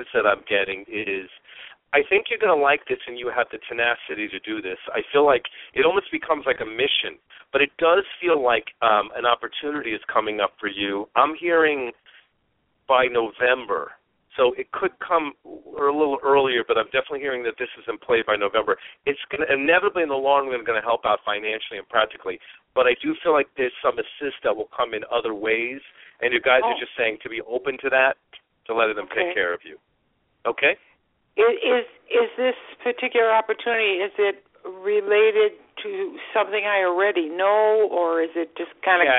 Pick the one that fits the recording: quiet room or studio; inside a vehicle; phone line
phone line